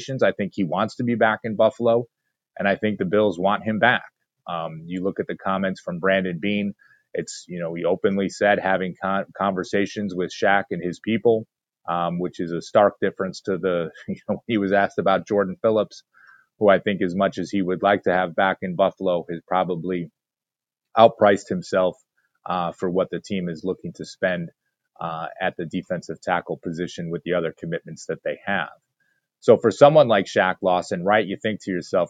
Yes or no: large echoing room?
no